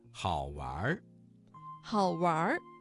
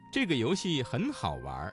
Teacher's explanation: 们往前走。晋祠有三绝，就是南老泉、宋塑仕女像和奏白。我们现在去看一下宋塑仕女像。这边呢是献殿，这个是个金代的建筑。对，它也是晋祠的三大国宝建筑之一。这个桥叫鱼沼飞梁。它最早的时候在北魏郦道元的《水经注》中呢就有记载：早期稷山枕水有塘苏鱼祠，随侧有梁塘，结飞梁于水上。所以这个桥在1500年前就有，是我国立交桥的雏形。还有就是圣母殿，是我国宋代建筑的一个代表作。在刚才的节目当中，我们听到了很多读音发生了语流音变的字，接下来我们一起来举例几个词语，继续来了解语流音变的知识。一定，这个词当中的一在4声之前，它的读音就变成了二声。我们来造句，你一定要按时完成作业。你一定要按时完成作业。好玩儿，好玩儿，这个词当中的玩加了一个卷舌音，形成了儿化音